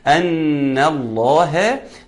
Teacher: النون حرف غنة مشدد يغني مقدار حركتين